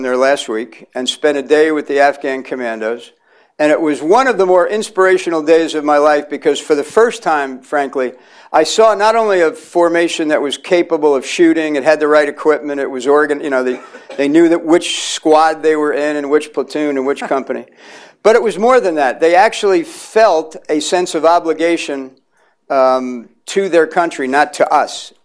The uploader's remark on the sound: delivered remarks at the Carnegie Endowment for International Peace